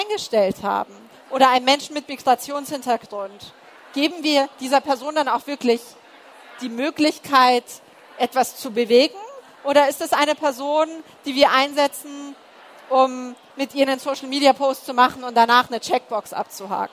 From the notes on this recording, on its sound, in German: Live-Gespräch auf der Karriere-Messe HerCareer